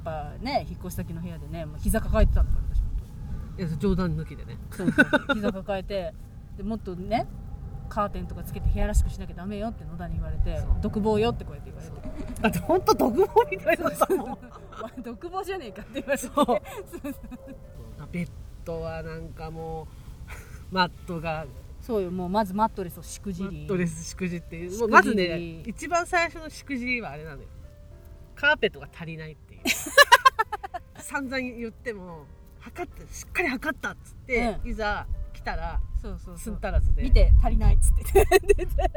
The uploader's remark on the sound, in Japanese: 青空収録月間で音悪くてごめんなさい